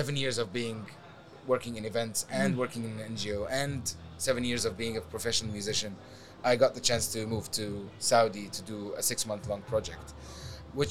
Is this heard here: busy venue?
yes